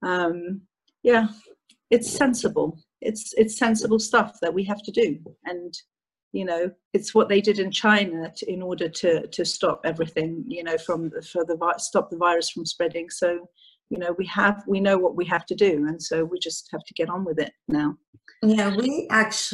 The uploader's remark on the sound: interview via ZOOM.